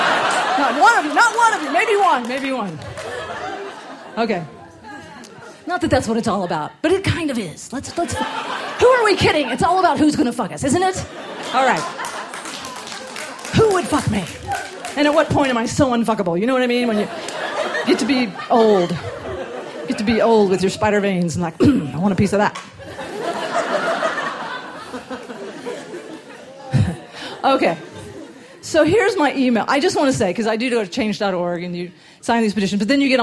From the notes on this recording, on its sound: These stories were recorded live at Buntport Theater on July 18, 2014 as part of a special collaboration with Pivot TV and Rooftop Comedy.